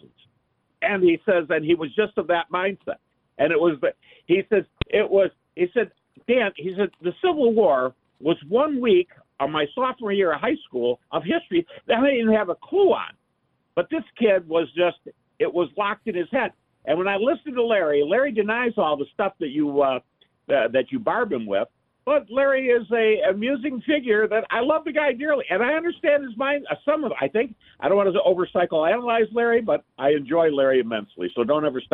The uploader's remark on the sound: more of your phone calls